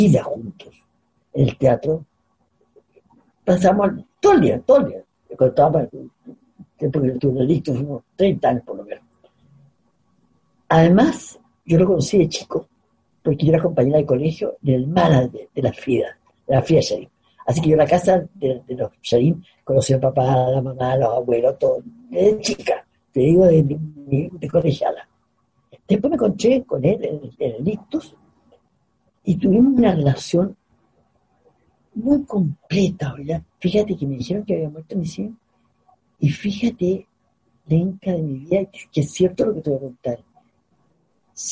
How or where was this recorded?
video call